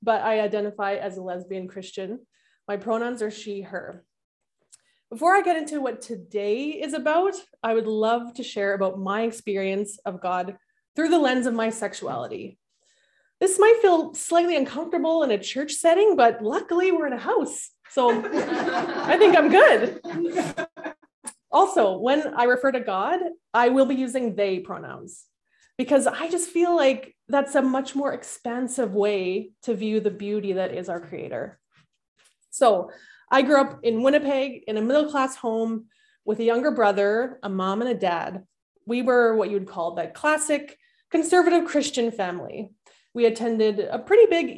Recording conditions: video call